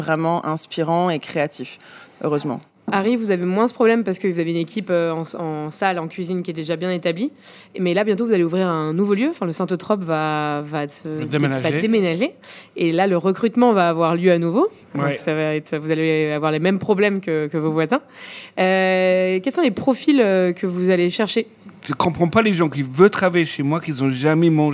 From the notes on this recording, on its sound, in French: Enregistrée en public à la pâtisserie Tapisserie.